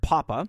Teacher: Ah, by the way, is called an open vowel because in order to produce it, you literally have to open your mouth all the way while your tongue and lips don't need to do very much work. · Term: open vowel ah